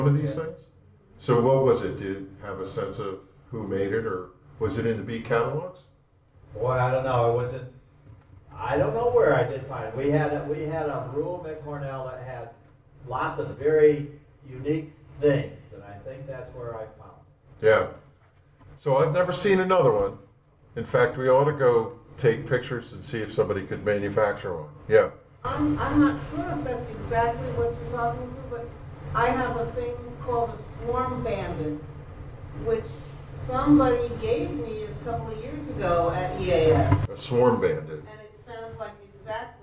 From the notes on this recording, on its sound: Interactions with the live audience.